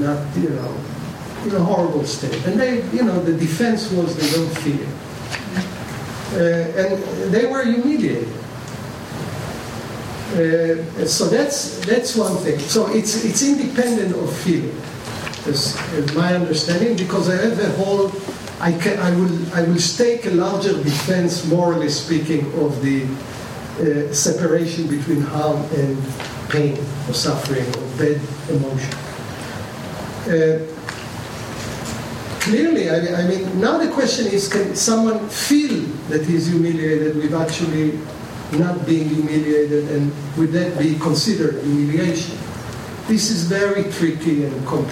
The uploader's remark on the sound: The 2015 Dewey Lecture was recorded on November 11 at the University of Chicago Law School.